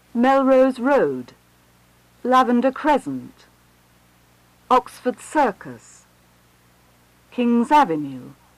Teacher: In names of thoroughfares, note that all take late stress except street, which takes early stress.